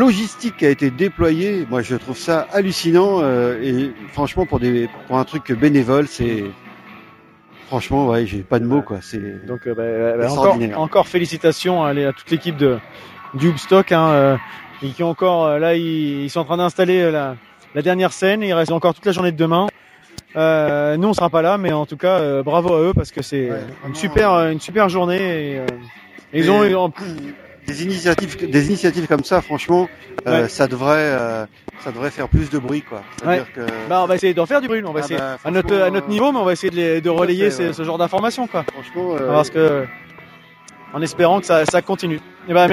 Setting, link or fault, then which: setting, busy venue